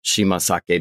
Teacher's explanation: It becomes pronounced, the S changes to a Z when it's connected speech.